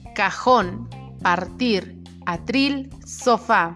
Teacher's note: Son aquellas palabras cuyo golpe de voz recae sobre la última sílaba. · Term: Agudas